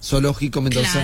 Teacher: Básicamente, la S, la C y la Z suenan todas como S.